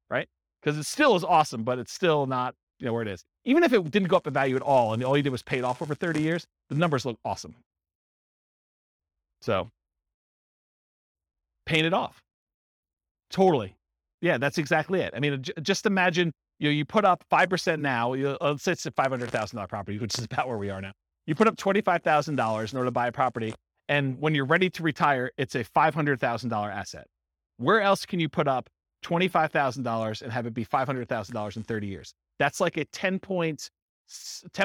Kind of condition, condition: setting, live audience